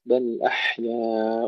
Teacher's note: اللام فيها التوسط والحاء فيها صفة الهمس. بل أحياء، ولا نقلقل، نقول بل أحياء ولكن لا تشعرون.